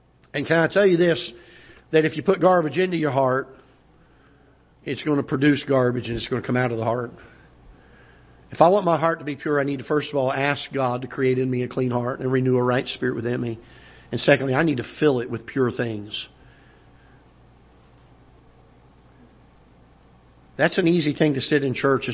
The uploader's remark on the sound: Ketha Heights Baptist Church ~ Live Broadcast